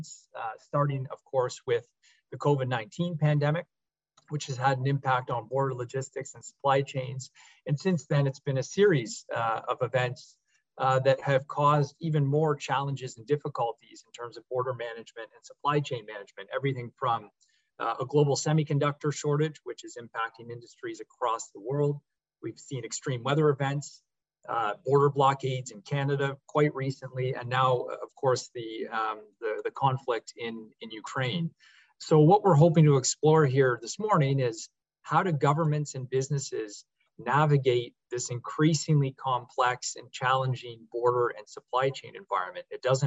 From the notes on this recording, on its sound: This episode is an except from our Annual Trade Conference, which took place virtually on March 8th, 2022.